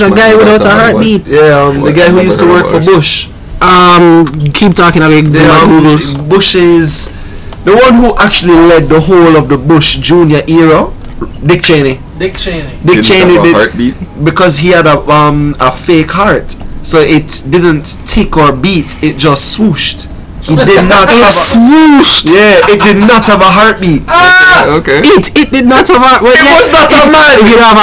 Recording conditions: uneven or low level